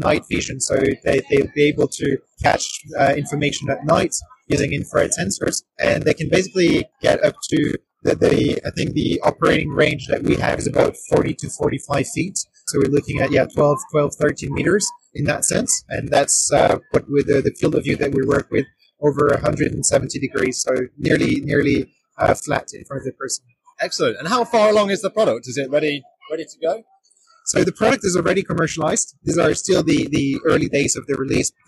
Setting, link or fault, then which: setting, busy venue